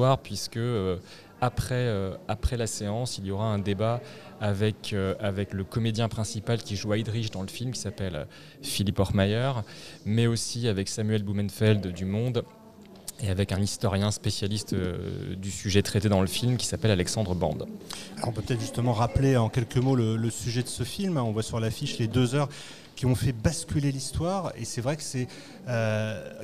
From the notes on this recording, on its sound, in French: Episode enregistré au cinéma L'Arlequin (Dulac Cinémas)